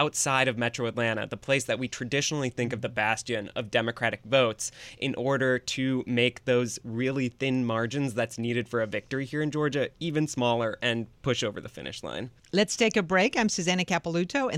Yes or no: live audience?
no